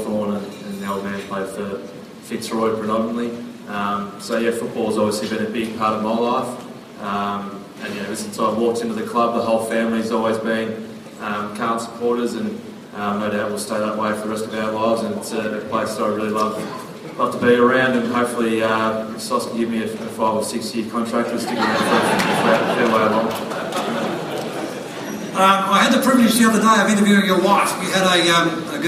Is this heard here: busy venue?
yes